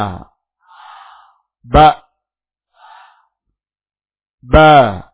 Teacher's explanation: huruf ba makhrajnya adalah bibir atas dan bawah. Yani bertemunya bibir atas dan bibir bawah.